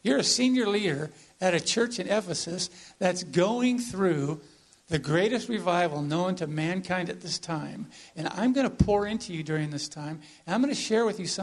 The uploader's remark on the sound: This is an audio from the sermon we received at our visit to Mission Church in Vacaville.